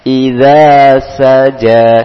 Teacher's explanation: Idha menggunakan huruf za. Ujung lidah dikeluarkan. Digigit lidahnya, keluarkan sedikit huruf ujung lidah.